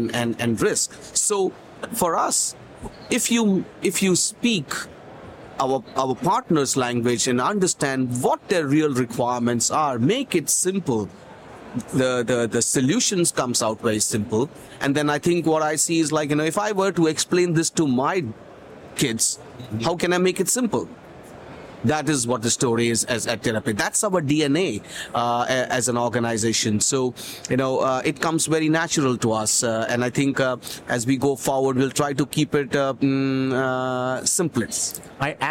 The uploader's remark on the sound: LIVE FROM MONEY 20/20 EUROPE